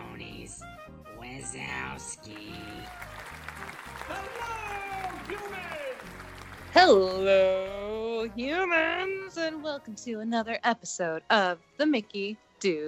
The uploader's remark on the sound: recording live from EPCOT's World Showcase Promenade